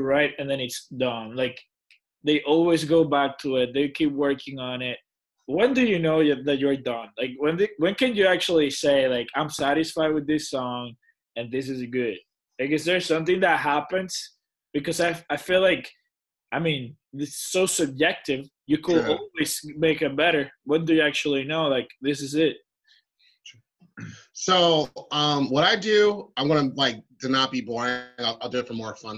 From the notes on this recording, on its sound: This episode was done over a Zoom call